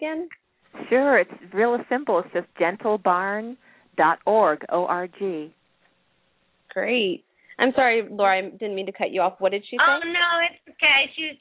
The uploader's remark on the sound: open up the lines for listeners to call